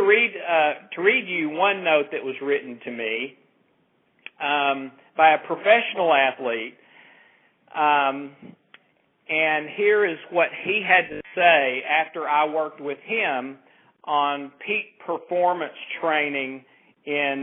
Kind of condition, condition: link, phone line